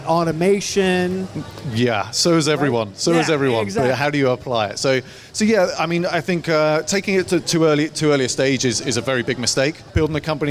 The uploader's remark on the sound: LIVE from Sun King Brewery. The mics were on.